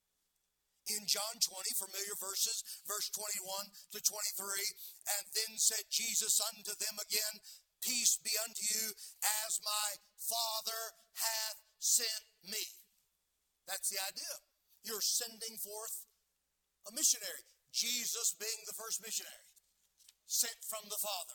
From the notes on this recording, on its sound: Sermons preached from the pulpit of Anchor Baptist Church in Columbus, Ohio. Missions Conference 2023.